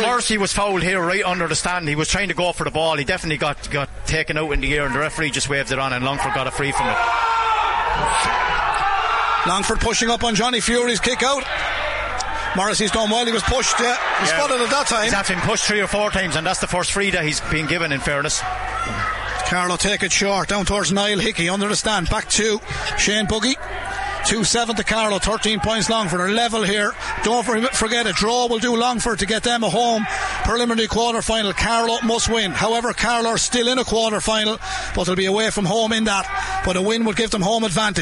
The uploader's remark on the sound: We were in the stands in Laois Hire O'Moore Park, Portlaoise. Live on air, online, and in the KCLR app.